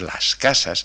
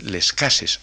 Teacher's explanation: Hay un cambio fonético en las vocales, en la A, en situación final cuando va seguida de una S. · Shown in: second take